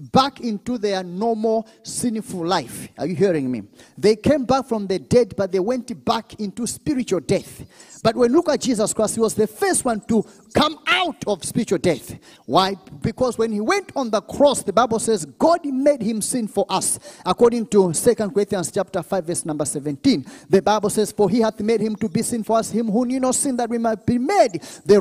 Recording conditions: large echoing room